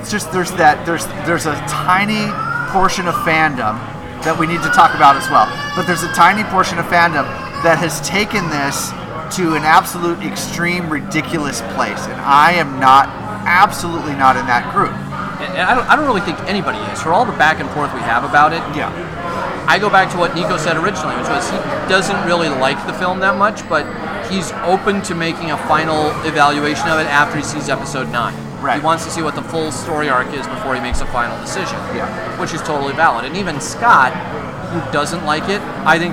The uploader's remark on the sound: LIVE at Barley Forge